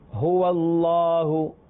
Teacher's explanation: ہا جو ہے وہ حلق کے اس حصے سے ادا ہوتا ہے جو سینے کے قریب ہے · Term: حروف حلقی